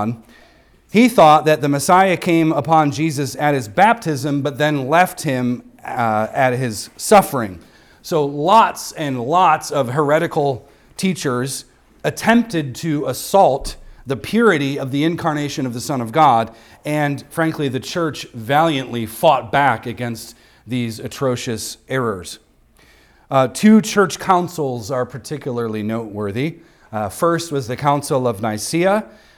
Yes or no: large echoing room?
yes